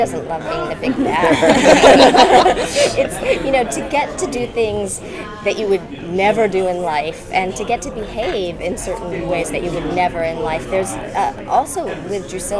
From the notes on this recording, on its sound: Audio Interviews From NYCC.